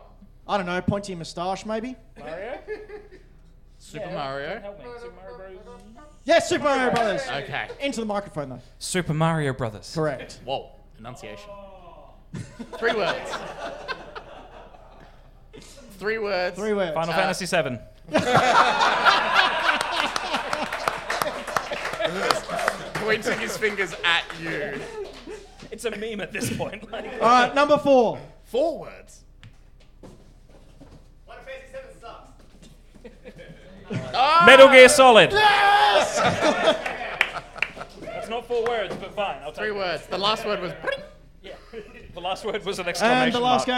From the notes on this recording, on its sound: All in front of a LIVE CROWD!